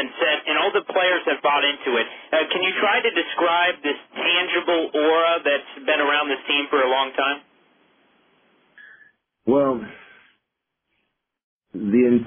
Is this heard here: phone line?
yes